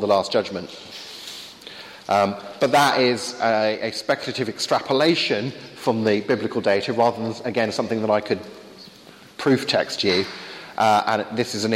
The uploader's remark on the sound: Wide ranging Q&A time with students at Highfields Church Cardiff, 2012.